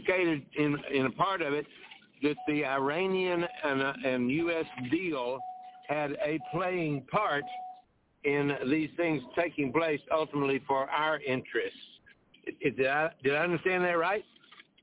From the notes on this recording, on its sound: TNTSuperfantastic Conference Call